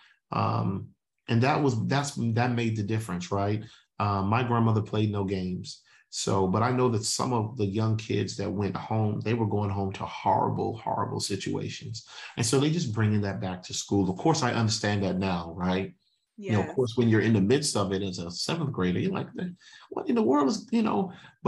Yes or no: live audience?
no